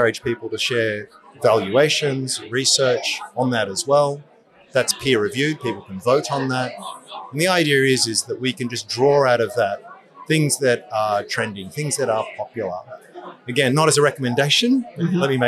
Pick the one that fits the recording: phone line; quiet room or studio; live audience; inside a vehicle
live audience